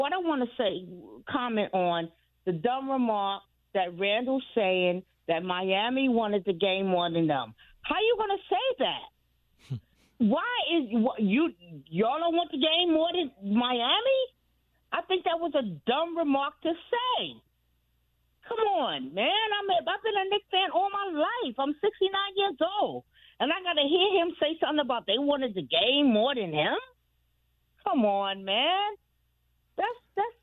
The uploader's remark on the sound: take more phone calls from listeners